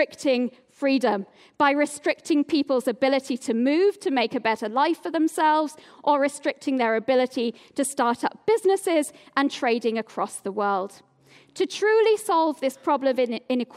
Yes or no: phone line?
no